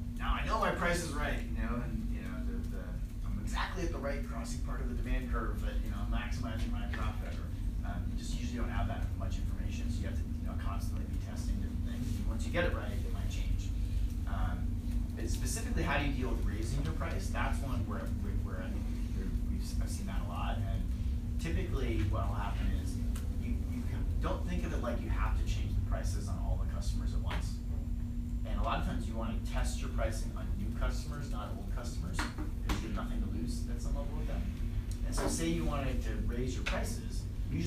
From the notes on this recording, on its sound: LIVE Q &. At Capital Factory.